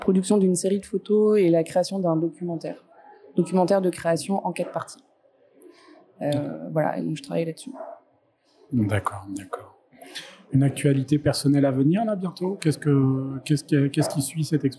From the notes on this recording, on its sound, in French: Enregistré au Centre Pompidou dans le cadre du Festival Hors Pistes.